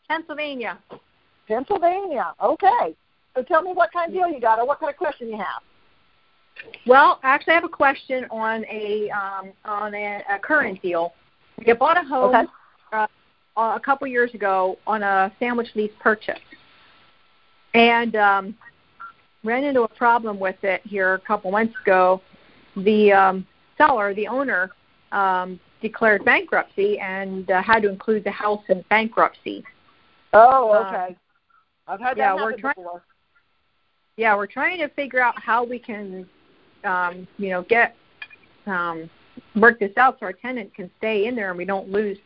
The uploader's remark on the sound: Gold Club Q&A Call